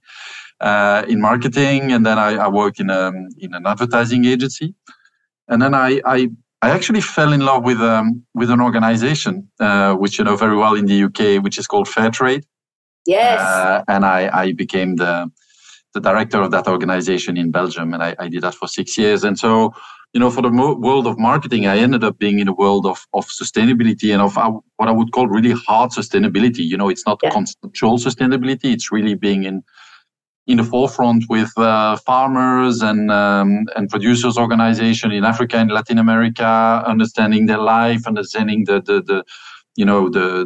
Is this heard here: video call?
yes